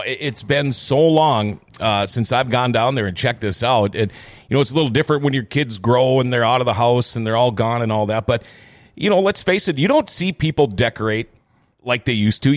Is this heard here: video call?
no